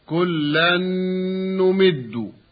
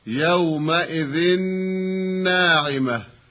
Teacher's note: النون الساكنة والتنوين قد أدغم كل منهما في النون بعدهما مع بقاء الغنة بمقدار حركتين · Term: إدغاما بغنة